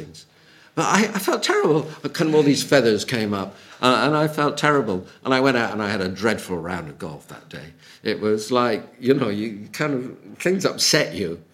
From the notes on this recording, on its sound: Audio from a sermon in Hatch End